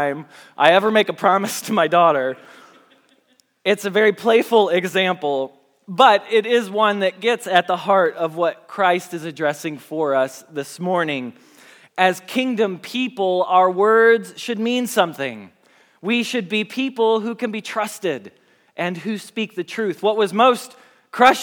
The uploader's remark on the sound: Message Preached at Valley Creek Church